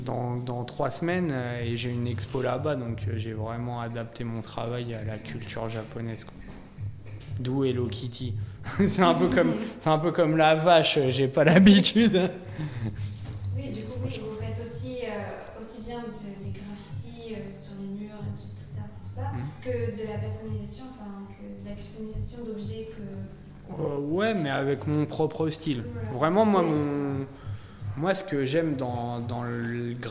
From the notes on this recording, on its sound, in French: répond aux questions de Radio2B depuis le festival RUR!